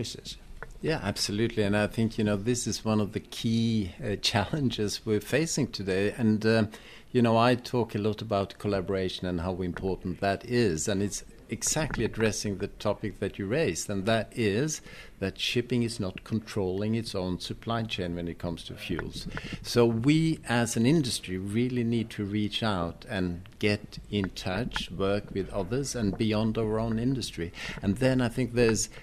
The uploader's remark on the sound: Optimism overflows in Oslo. The first in a daily series of podcasts live from NorShipping.